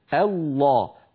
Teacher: الانتقال من همزة مرققة إلى لام مفخمة